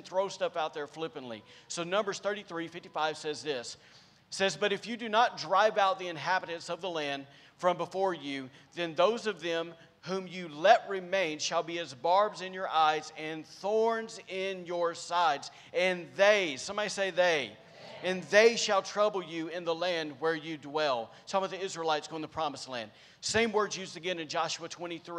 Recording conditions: large echoing room